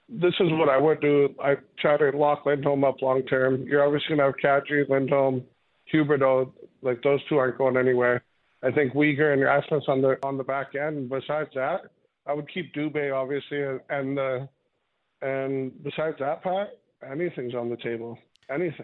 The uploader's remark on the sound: we open up the Phone and Text lines